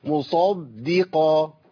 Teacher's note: الخطا عند من يقرا بابدال الدال الاولى بضاد